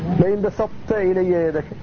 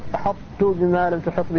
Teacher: فتبقى صفة الإطلاق لكن الطاء مدغمة في التاء · Term: إدغام ناقص